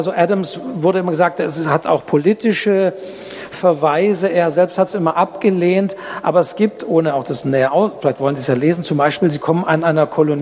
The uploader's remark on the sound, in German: Live-Mitschnitt. Das Literarische Buchhandelsquartett auf den Stuttgarter Buchwochen hat Tradition. Vier Buchhänderinnen und Buchhändler aus dem Raum Stuttgart sprechen über vier Bücher des Herbstprogramms und diskutieren live vor Publikum.